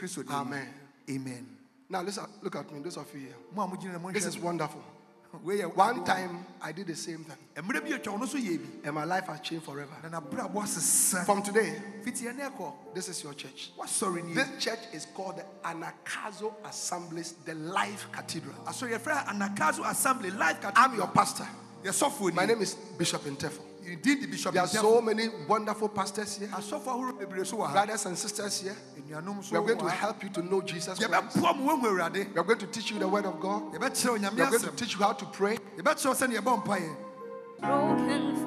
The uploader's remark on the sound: Preached at The Life Cathedral, Ofaakor -Kasoa, Ghana.